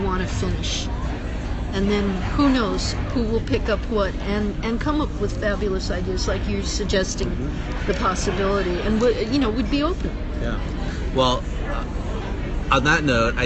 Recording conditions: busy venue